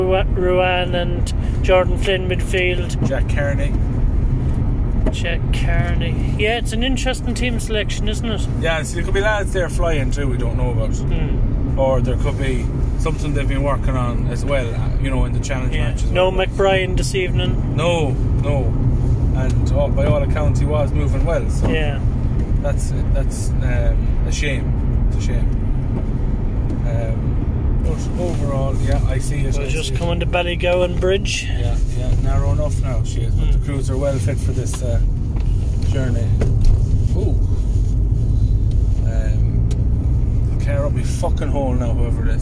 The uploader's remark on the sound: In the sattelite cruiser on the way from the dome. Instant reaction while I'm driving the cruiser home.